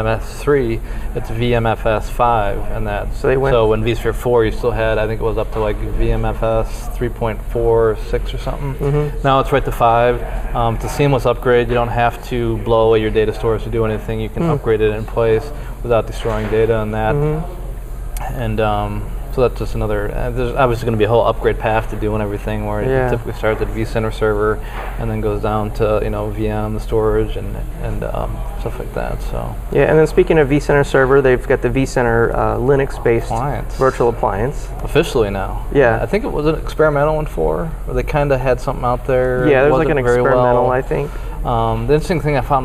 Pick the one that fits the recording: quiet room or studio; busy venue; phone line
busy venue